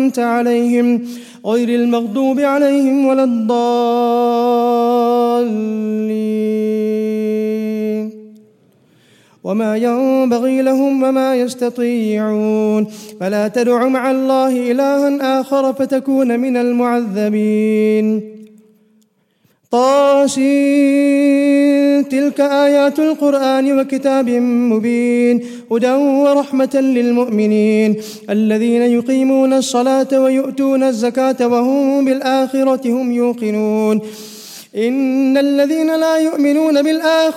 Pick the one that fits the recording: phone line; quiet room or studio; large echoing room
large echoing room